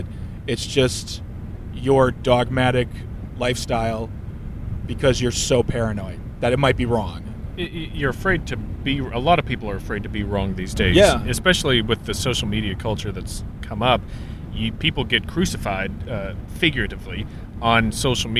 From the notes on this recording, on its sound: The Bloomington Krampusnacht had lots to offer the boys of Blurry Photos as they road tripped to Indiana for some on-the-go reporting. The audio, much like the conversation, is questionable. There’s live reporting from the front lines of the parade.